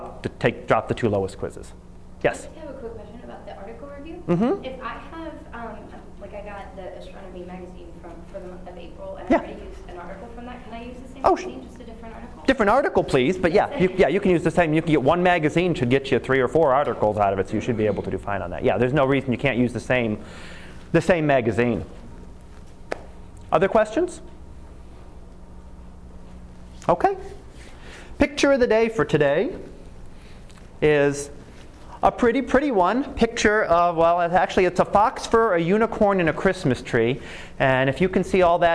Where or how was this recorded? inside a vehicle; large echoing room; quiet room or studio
large echoing room